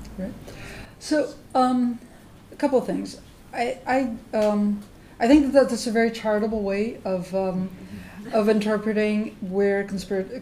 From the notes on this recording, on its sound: During a visit to the Shorenstein Center. This Shorenstein Center Speaker Series event was recorded March 28, 2017, at Harvard Kennedy School.